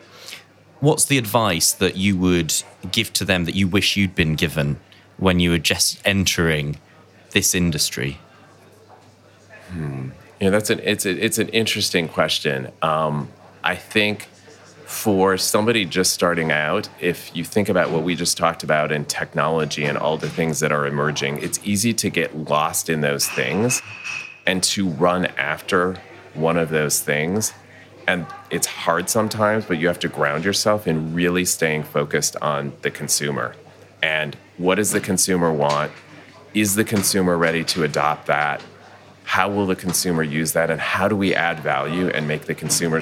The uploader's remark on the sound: Recorded at World Retail Congress 2019.